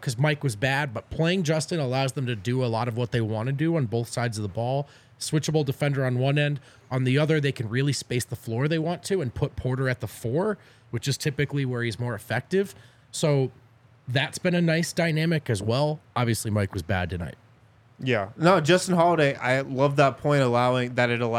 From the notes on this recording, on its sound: come to you LIVE from the DNVR Bar